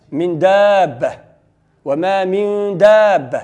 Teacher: تكون الغنة فيها قليلة، ما تتكونش ممطوطة، ما تلمدوهاش بزاف، تتكون من دابة من دا بحال بتقول من دا، إلا أنه الإخفاء يفرق الإدغام بأنه الحرف الذي يليه لا يدغم، يعني تتكون لا شد فيه، لا شد فيه.